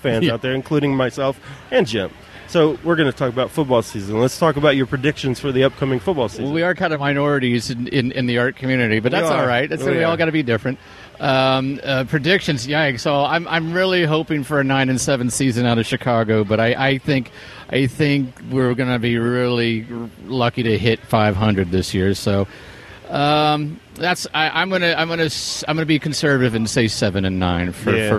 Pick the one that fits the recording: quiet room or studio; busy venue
busy venue